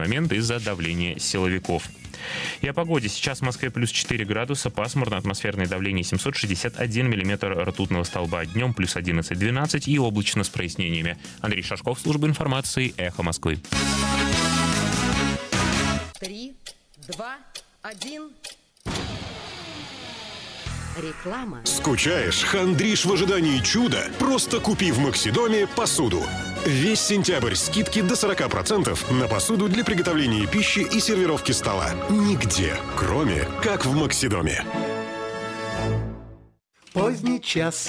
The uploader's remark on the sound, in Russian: Гости по телефону.